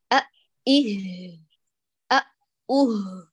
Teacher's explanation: كأن الهمزة الثانية مشددة والأولى مفتوحة، وبعد ذلك تأتي الهاء الساكنة